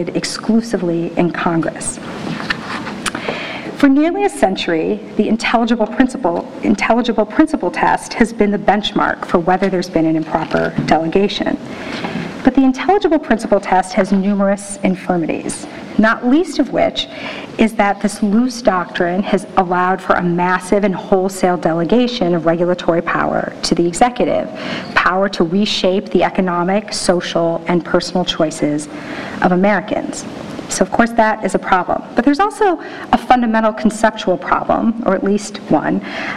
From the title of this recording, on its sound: NYU Rule of Law Symposium Keynote Address